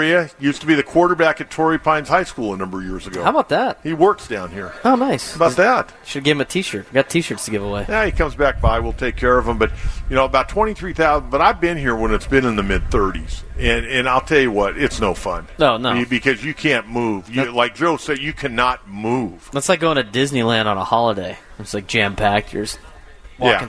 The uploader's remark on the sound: Live from Del Mar Opening Day